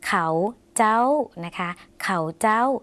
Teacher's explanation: จ้าเขาเจ้าหมายถึงพวกเขาค่ะพวกเขานะคะคำนี้จะออกเสียงสั้นนิดนึงเขาเจ้านะคะเขาเจ้า สระเอาภาษาลาวจะออกเป็นเสียงสั้นค่ะ